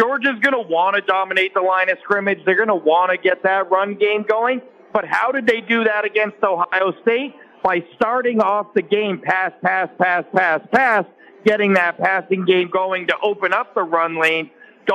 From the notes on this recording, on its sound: Joins live from SoFi Stadium. How the crowd is looking.